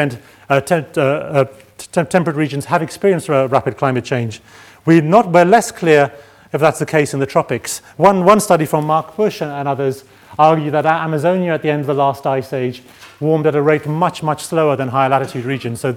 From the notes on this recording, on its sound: Keynote address from the fourth session (Ecosystems and ecosystem service) of the 4 Degrees international climate conference.